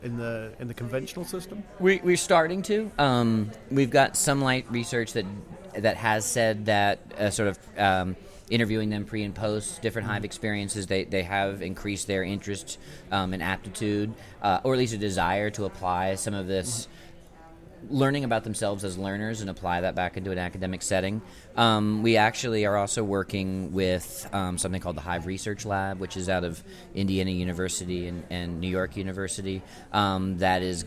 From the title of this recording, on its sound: at Mozilla Festival London 2013